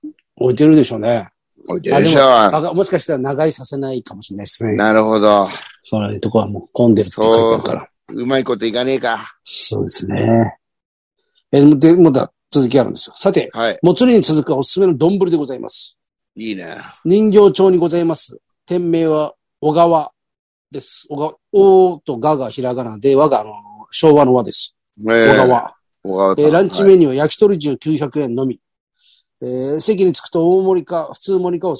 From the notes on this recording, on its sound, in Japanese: ZOOMで収録